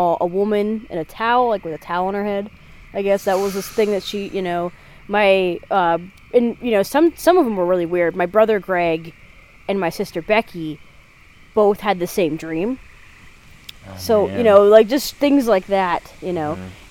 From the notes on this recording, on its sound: we traveled into the woods and recorded a brief case around the campfire!